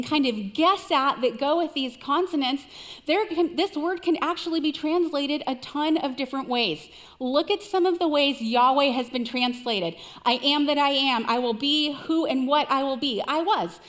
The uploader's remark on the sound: Recorded live at CrossWinds Church on June 25, 2023.